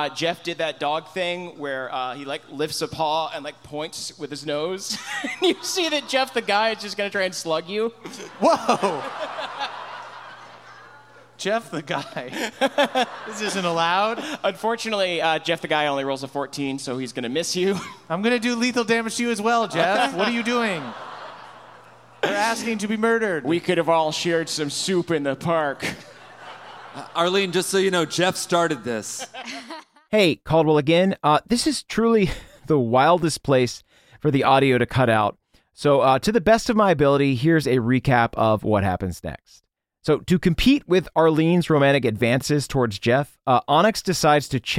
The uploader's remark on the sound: Trinyvale LIVE in Chicago (The Dog and Pony Show). In the first ever live Trinyvale.